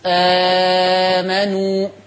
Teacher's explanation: آمنوا مد بدل اقرأه بالتوسط